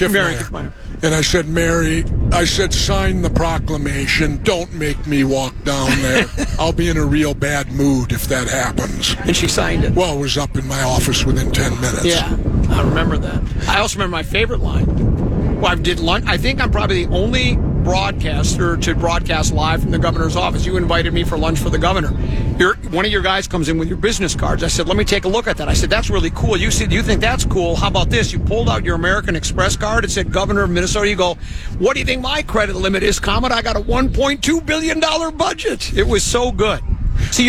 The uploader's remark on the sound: Live From Vikings Training Camp!